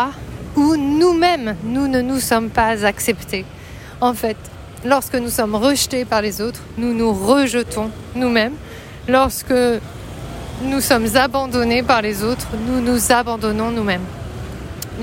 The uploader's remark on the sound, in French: Je marchais dans la rue quand tout à coup j'ai eu l'envie irrépressible d'enregistrer mes pensées, à l'arrache ! C'est un nouveau concept d'épisodes courts, enregistrés à la volée, avec les sons qui m'entourent, sur mon téléphone. Pas de grosse technique donc.